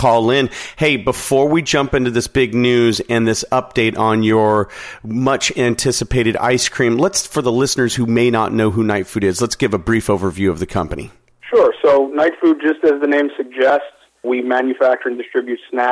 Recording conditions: phone line